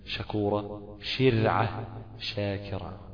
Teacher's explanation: الشين وسط اللسان مع ما يحاذيه من الحنك الأعلى ولكن دون ما التصاق فيكون المخرج غير منقفل تماما